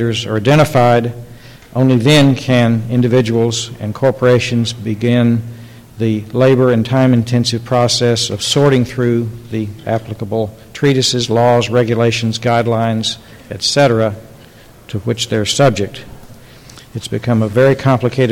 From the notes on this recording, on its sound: The Federalist Society's Corporations Practice Group presented this panel discussion at the 2006 Annual National Lawyers Convention on November 18, 2006.